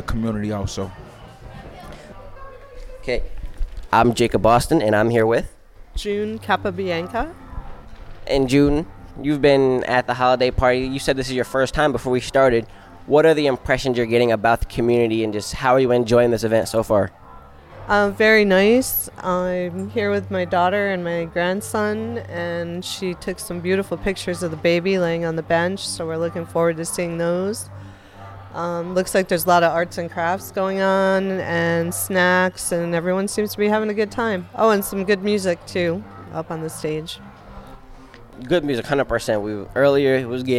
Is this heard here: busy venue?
yes